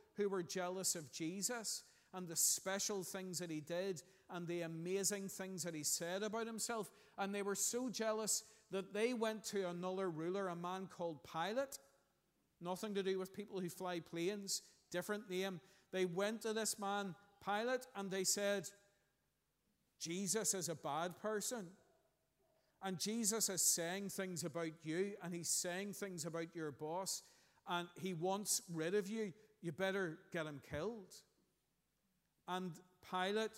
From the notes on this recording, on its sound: Sunday 11th June 2023 morning service. At our Children’s Day.